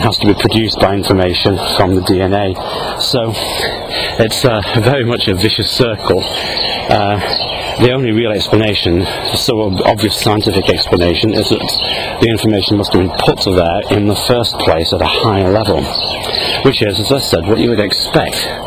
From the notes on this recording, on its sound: while out walking his dog, Fraser.